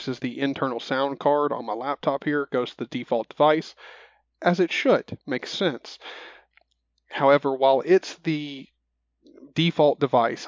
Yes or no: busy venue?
no